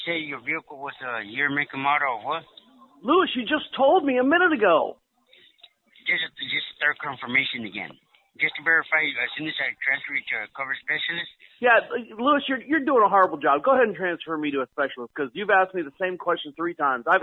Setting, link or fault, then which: link, phone line